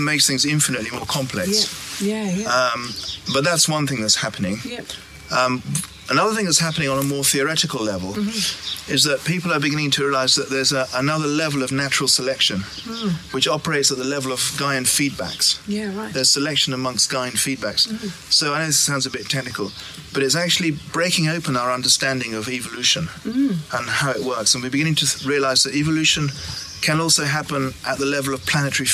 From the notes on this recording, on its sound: As we walk and talk. Our conversation was recorded pre-covid when I was last at the College.